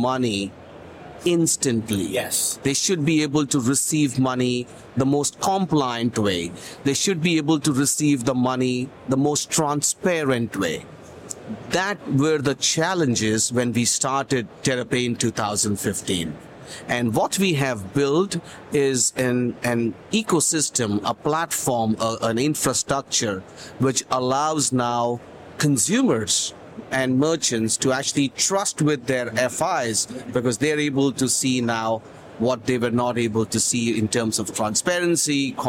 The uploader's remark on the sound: LIVE FROM MONEY 20/20 EUROPE